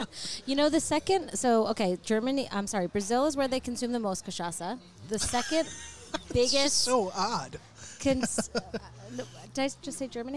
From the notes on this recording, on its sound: We're back recording at one of our favorite spots, Ibizia Kitchen in Chappaqua, NY. We're back recording at one of our favorite spots, Ibizia Kitchen in Chappaqua, NY.